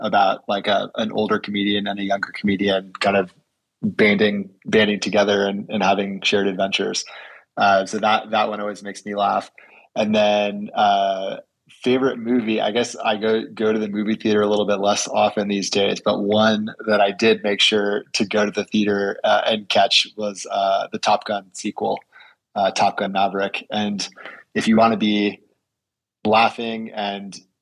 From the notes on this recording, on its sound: live on Twitter Spaces